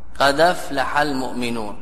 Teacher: إذن نقول النقل لحركتها إلى ساكن قبلها فتسقط نحو قد أفلح بفتح الدال مع إسقاط الهمزة · Term: نقل فإسقاط